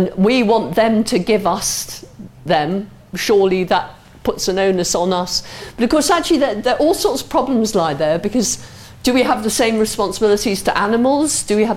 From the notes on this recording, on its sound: answers questions from the audience